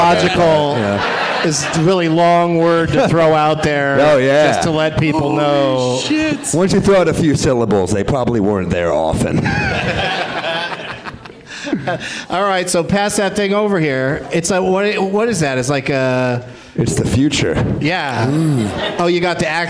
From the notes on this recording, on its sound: Live from Goodnight's Comedy Club in Raleigh